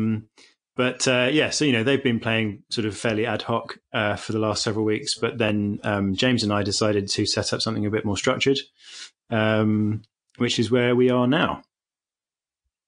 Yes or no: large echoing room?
no